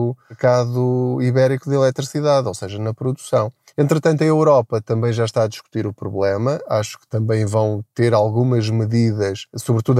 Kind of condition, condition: setting, inside a vehicle